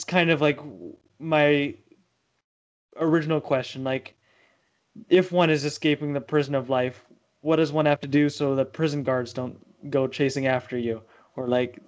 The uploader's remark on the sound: skype calls on this channel